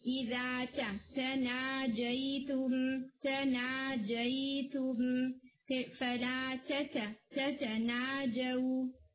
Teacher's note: جو تا حرف ہے تا میں نا تھوڑی ایئر بلو کریں